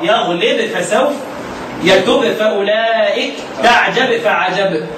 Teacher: الباء بتخرج من الشفتين والفاء بتخرج من بطن الشفة السفلى مع أطراف الثنايا العليا، في تقارب في المخرج. · Term: تقارب المخرج